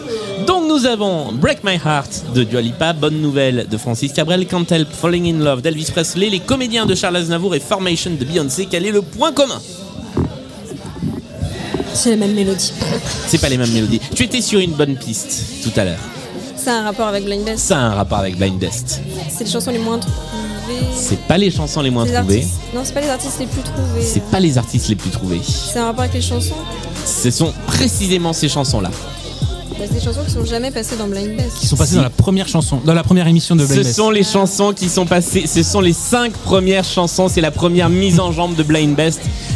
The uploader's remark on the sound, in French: (depuis Lille). Enregistrée en public à Lille, au sein du food court Grand Scène.